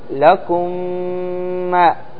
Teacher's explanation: الميم مع الميم تدغم بغنة